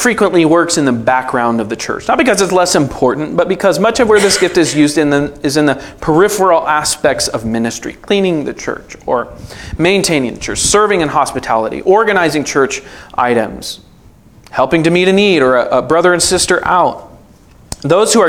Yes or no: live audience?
yes